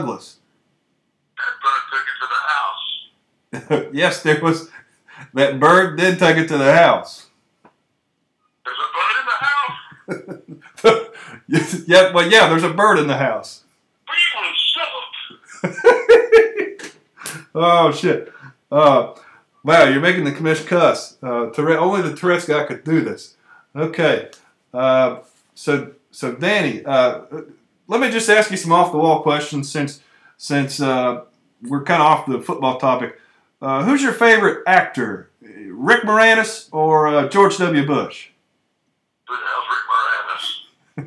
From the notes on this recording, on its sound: takes phone calls for the entire episode